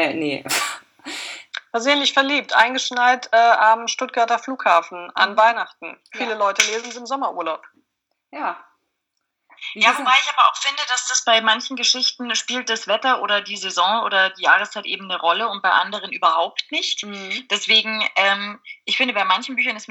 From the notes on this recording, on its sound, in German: Entschuldigt bitte, dass die Tonqualität leider nicht auf dem üblichen Niveau ist, da das Interview via Skype geführt und aufgenommen wurde.